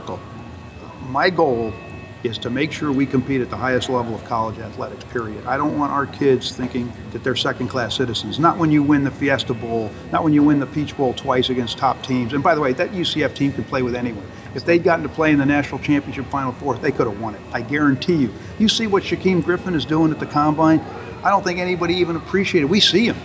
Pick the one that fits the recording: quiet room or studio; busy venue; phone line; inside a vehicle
busy venue